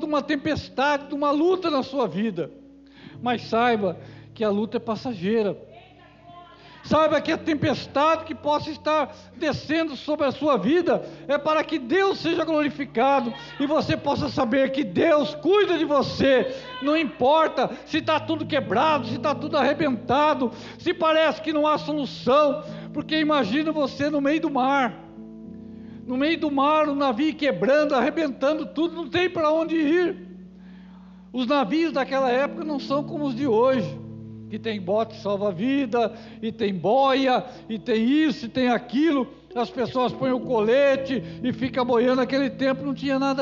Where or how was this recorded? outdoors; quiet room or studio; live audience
live audience